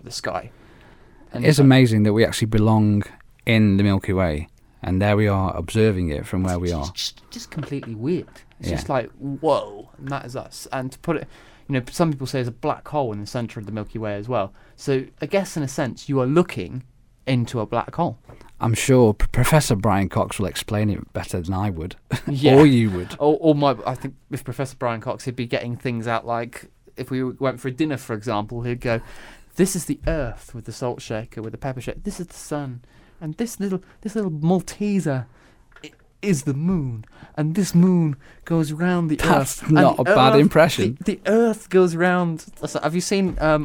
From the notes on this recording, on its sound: We apologise in advance for how windy it was for the interviews in the park. Sadly, the wind decided to blow just as.